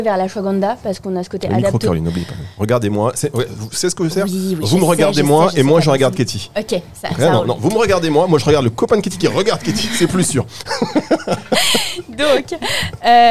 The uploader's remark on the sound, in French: Emission spéciale en direct de Aroma Zone